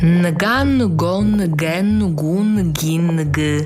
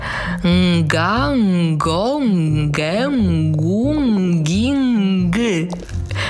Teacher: A teraz to samo, tylko postarajcie się, żeby wytworzyć głoskę n tyłem języka. Postarajcie się, żeby głoska n była jak najbliżej głoski g. · Shown in: second take · I uwaga, mówimy nga, ngo, nge, ngu, ngi, ng.